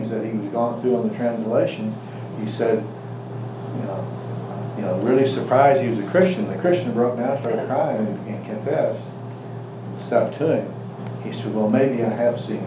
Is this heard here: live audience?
yes